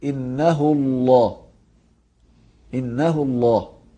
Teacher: فإذا كان الحرف اللي قبل لام لفظ الجلالة مضموما أو مفتوحا تفخم اللام. إنه الله، الهاء على ضمة وهي قبل لام لفظ الجلالة، يبقى تفخم لام لفظ الجلالة، تقول إنه الله، إنه الله.